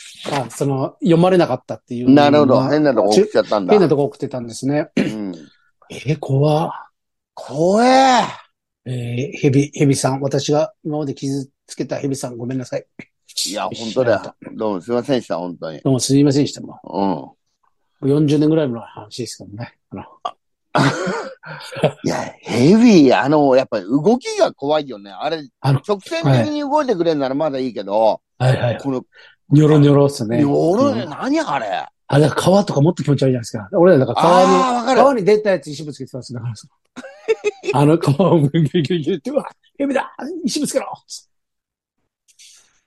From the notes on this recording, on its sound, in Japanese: ZOOMで収録